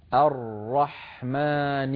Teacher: الراء هي راءان، راء ساكنة وراء مفتوحة، الراء الساكنة أعطيها حقها من الزمن